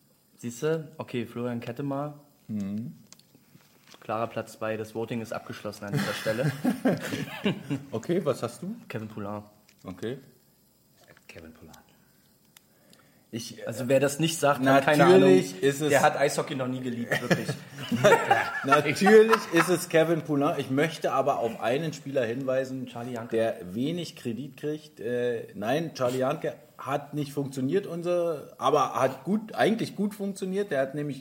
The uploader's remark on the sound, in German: Der Livepodcast